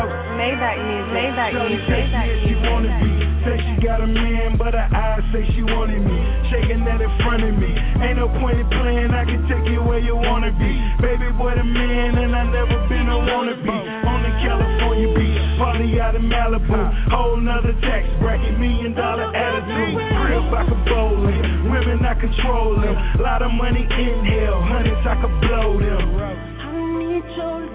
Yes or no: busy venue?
yes